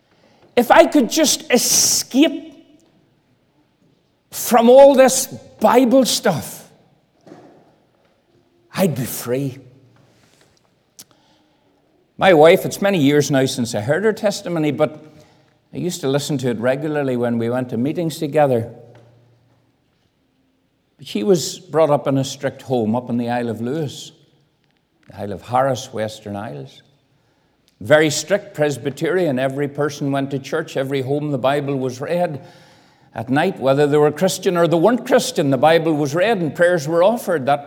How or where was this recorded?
large echoing room